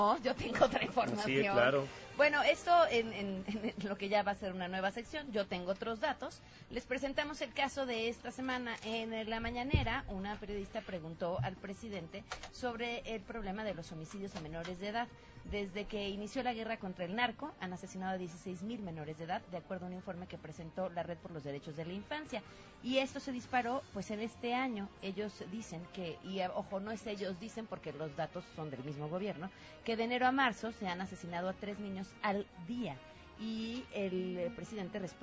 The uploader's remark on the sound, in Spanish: Transmisión desde la Fiesta del Libro y de la Rosa 2019. Transmisión desde el CCU.